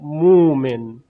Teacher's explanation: همزه تبدیل می شود به واو، مومن، یا مثل کلمه نعتی که الان توضیح داده شد چند لحظه قبل، نعتی که ابدال به الف شد.